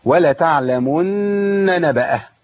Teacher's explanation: لازم ابين ثلاث نونات، نون مشددة بقف عليها بحركتين وبعد كده نون متحركة